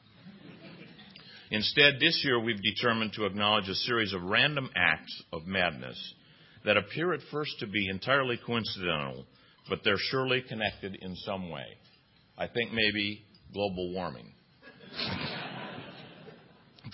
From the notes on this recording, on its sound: the Annual Supreme Court Round Up at the National Press Club in Washington, DC